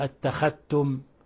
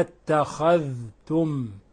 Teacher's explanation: لابد من إظهار الذال، لابد من فك الإضغام · Shown in: second take